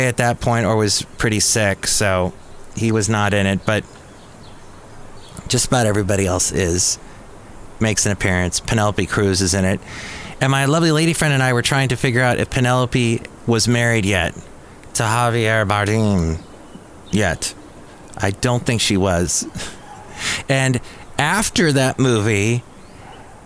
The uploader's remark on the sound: podcasts live from Cafe Anyway